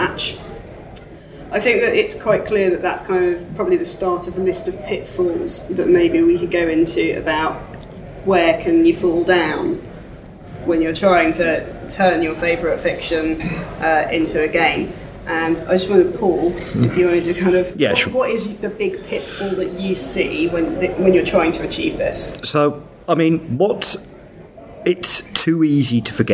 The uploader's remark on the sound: Fictoplasm at Dragonmeet. At the Dragonmeet panel. Dragonmeet, London.